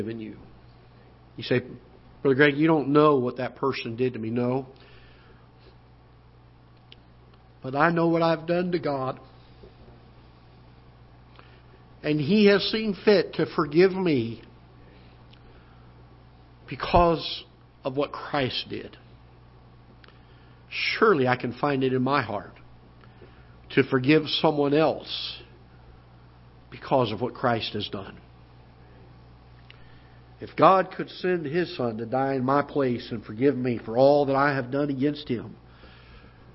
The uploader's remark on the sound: Ketha Heights Baptist Church ~ Live Broadcast